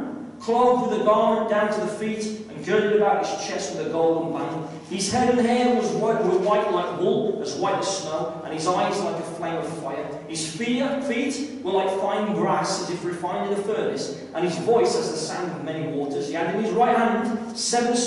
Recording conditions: live audience